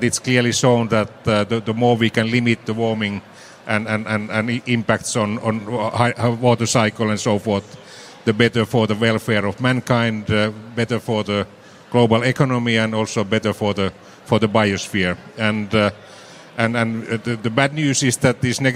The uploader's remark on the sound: This episode was recorded live as one of the SDG Media Zone sessions at the UN Water Conference.